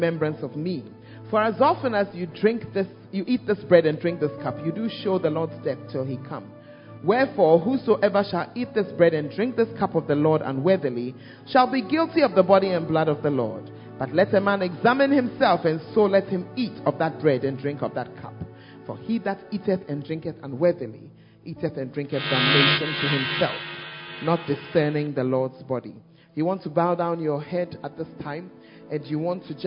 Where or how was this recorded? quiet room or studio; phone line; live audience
live audience